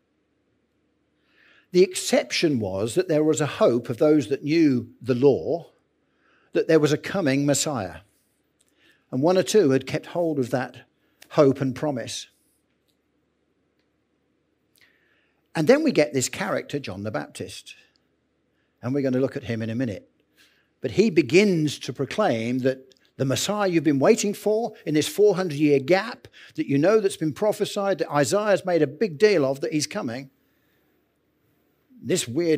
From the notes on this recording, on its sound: Recorded Live at Central vineyard, Northampton, 5th March 23